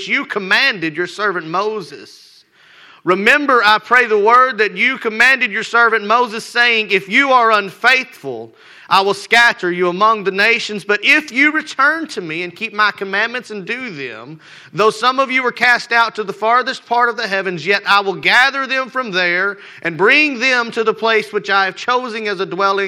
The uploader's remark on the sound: Rocky Valley Baptist Church morning service